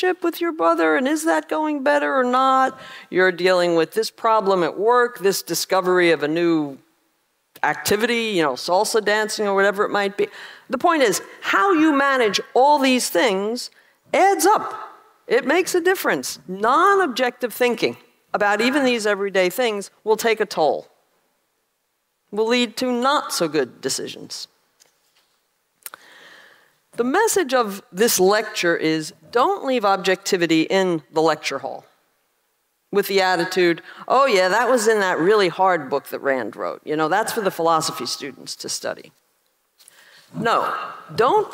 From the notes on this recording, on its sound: This talk was recorded at OCON 2023 in Miami, Florida.